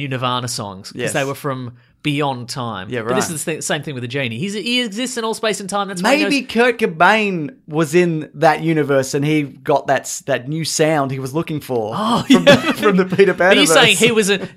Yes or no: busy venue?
no